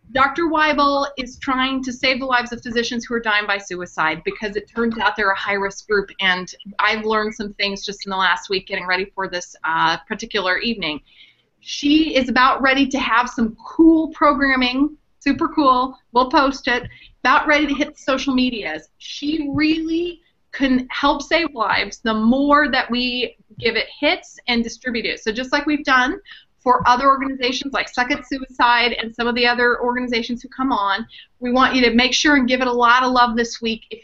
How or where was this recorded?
video call